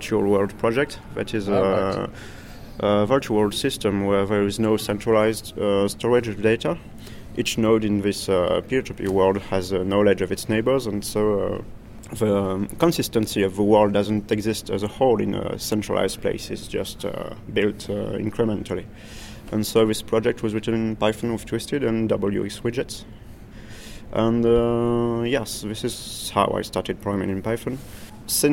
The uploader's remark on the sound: An interview recorded at PyCon 2010, Atlanta